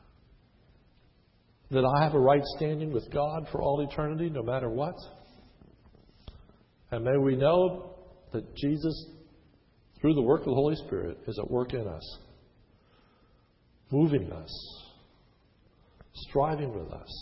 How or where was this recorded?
large echoing room